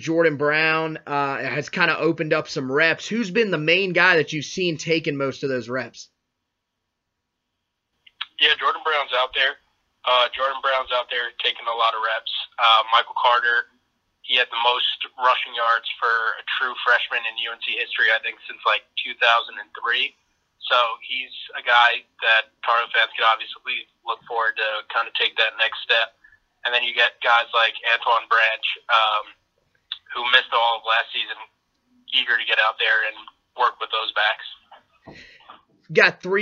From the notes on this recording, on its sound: Called in to talk about the happenings so far in spring practice.